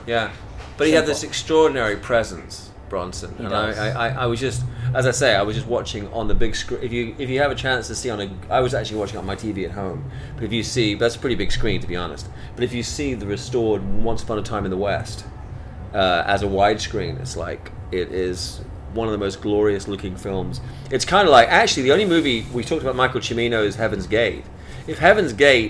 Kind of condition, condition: setting, busy venue